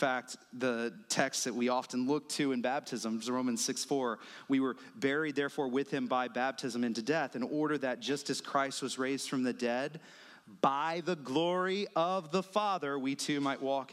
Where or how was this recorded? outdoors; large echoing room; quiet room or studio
large echoing room